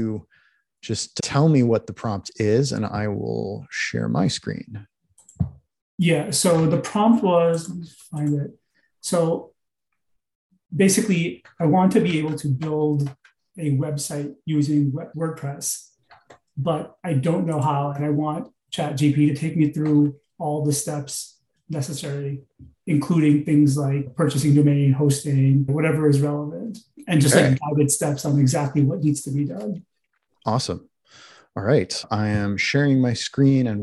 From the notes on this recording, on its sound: We worked on Zoom to improve each other's prompts!